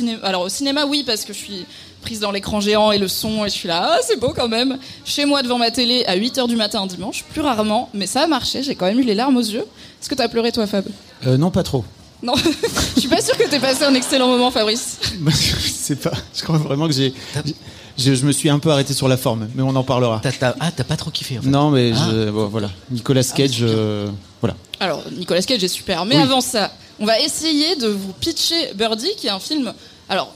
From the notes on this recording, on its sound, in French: Voici le replay de notre épisode en direct du Culture Fest